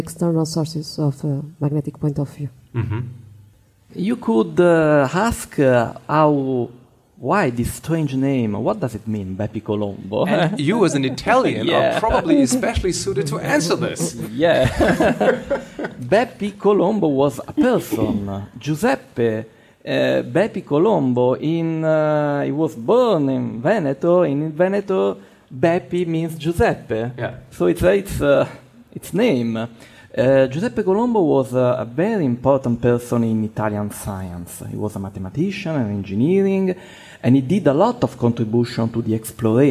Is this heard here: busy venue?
yes